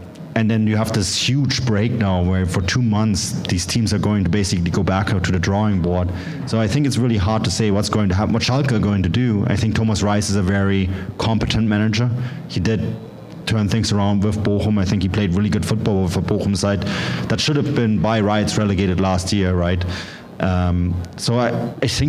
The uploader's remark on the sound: The live audio from the pre-match event.